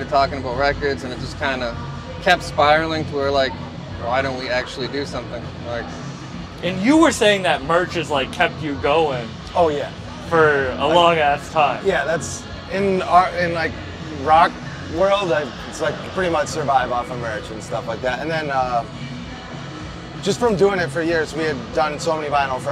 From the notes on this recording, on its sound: Live At Fenway Park. This podcast was recorded on The Green Monster at Fenway Park.